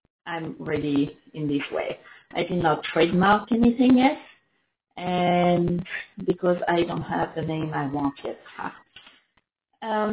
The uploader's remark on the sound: Sorry for the sound, this is horrible. To be honest I have no idea wihy the sound is sooooo bad !